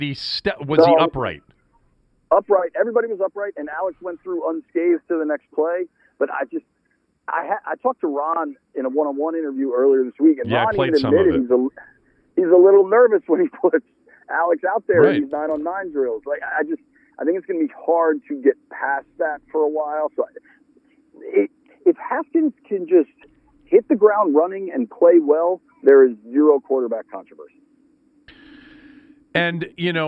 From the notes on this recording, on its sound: called in from Ashburn